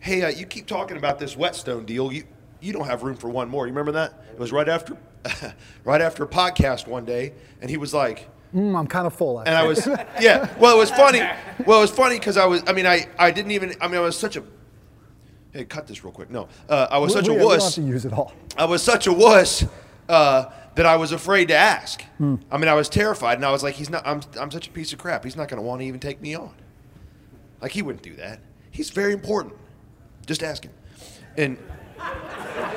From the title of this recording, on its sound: Live! From The F3 10 Year Anniversary